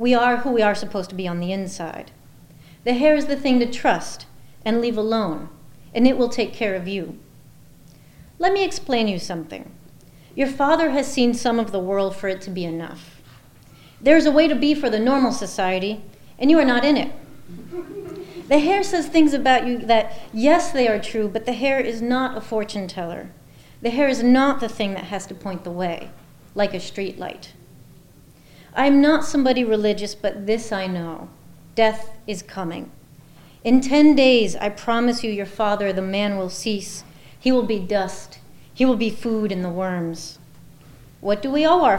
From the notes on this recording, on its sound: This talk was recorded in Memorial Hall at UMass Amherst.